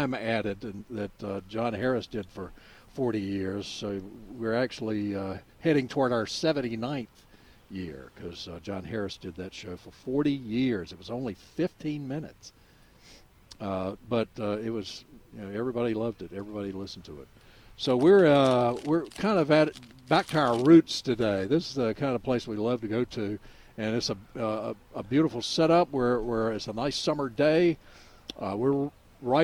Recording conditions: busy venue